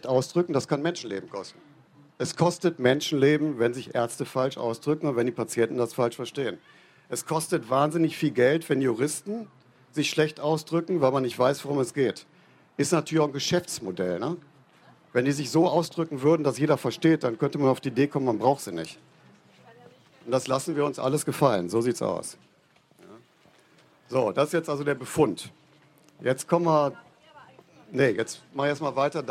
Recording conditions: live audience